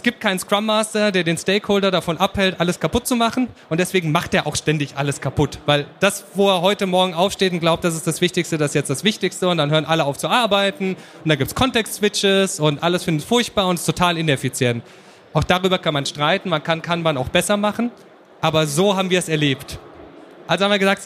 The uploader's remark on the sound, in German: Dieser Vortrag ist im Rahmen des ITCS FFM 2019 entstanden.